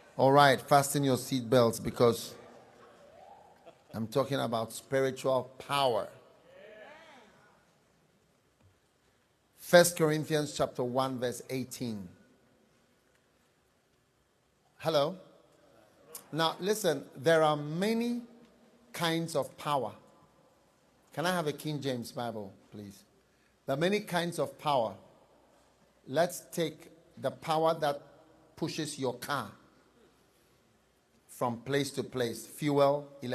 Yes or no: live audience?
yes